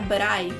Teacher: geralmente você vai ouvir mais corrido, com mais velocidade fica brai · Term: conexão